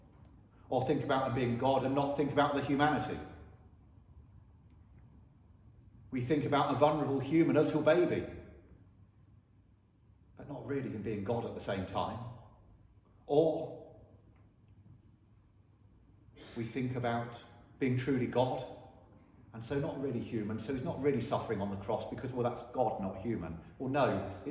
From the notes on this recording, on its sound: Sermon preached at Holy Trinity Church, Ystrad Mynach.